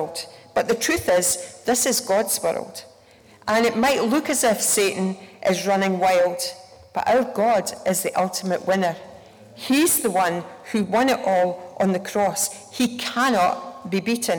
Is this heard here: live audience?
yes